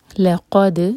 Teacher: لام لائٹ، قاف ہیوی اور حلق سے